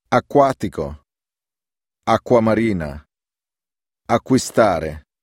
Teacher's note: When the combination Q, U is preceded by a C, as in the word acqua, the sound is slightly lengthened, as with a double consonant.